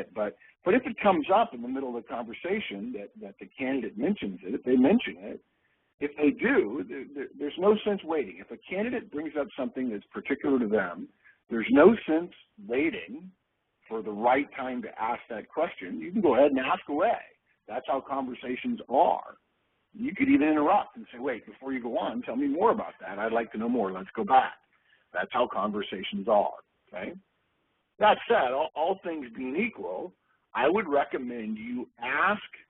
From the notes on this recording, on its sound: August 2011 Conference Call.